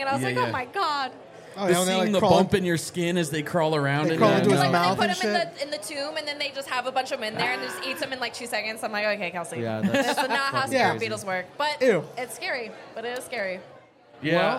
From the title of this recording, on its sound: LIVE FROM SCARDEYCON!